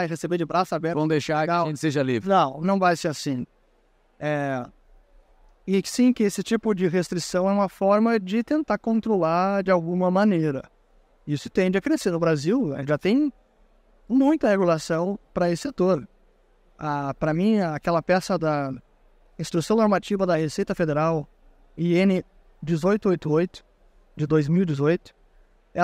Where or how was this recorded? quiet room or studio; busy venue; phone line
busy venue